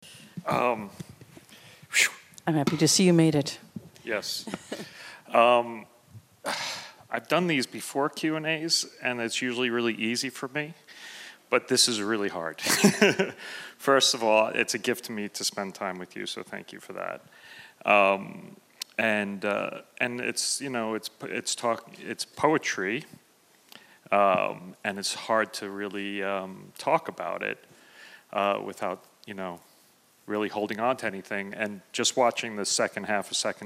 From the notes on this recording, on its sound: In a special conversation recorded after a screening. The acclaimed musician, artist and filmmaker talks onstage with fellow New York director.